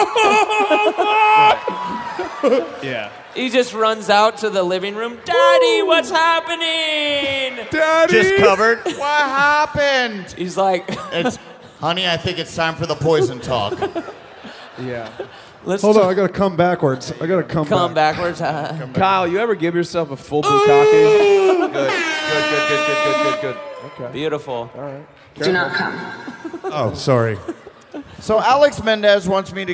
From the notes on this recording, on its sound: Live from Newark!